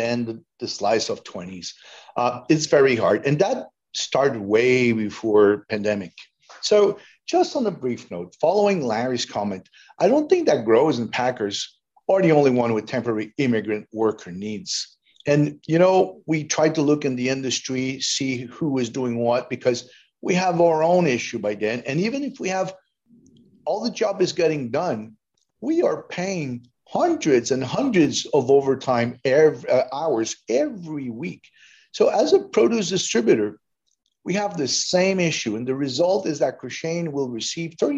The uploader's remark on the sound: This edition of Produce Talks is a recording of our October webinar. Followed by a roundtable discussion with industry leaders.